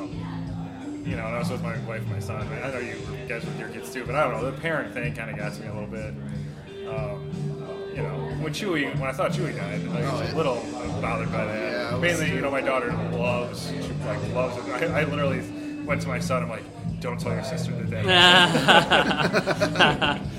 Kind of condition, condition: setting, busy venue